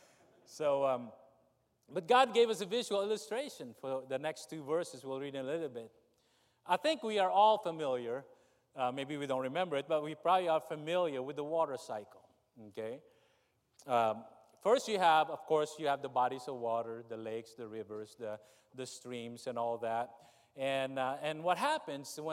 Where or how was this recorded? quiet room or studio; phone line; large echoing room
large echoing room